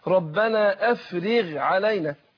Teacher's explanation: الغين أهي تأثرت بالكسر، سواء كان الكسر فيها أو كانت هي ساكنة وما قبلها إيه مكسور